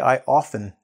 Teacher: The T is just dropped. It's understood to be there, okay, often, but it's just dropped.